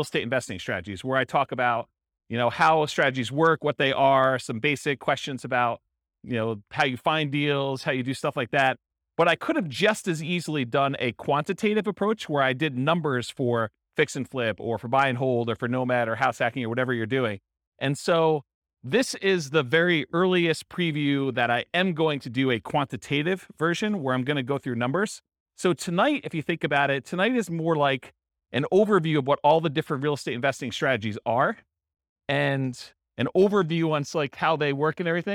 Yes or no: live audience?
yes